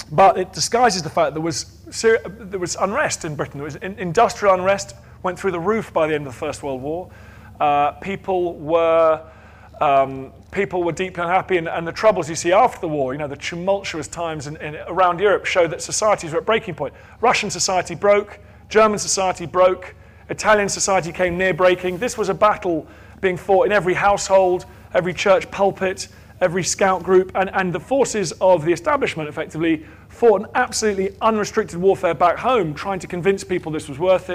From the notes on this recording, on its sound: Recorded at Chalke Valley History Festival 2016.